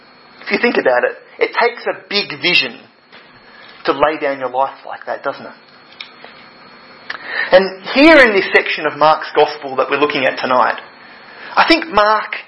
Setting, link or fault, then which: setting, large echoing room